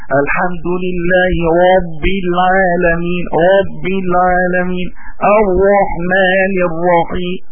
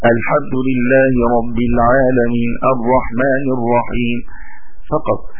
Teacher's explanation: شوف الراء لحد فين تصل، في المبالغة إلى حد الزور، تدخل إلى حد الحلق · Shown in: first take · Term: بتغليظ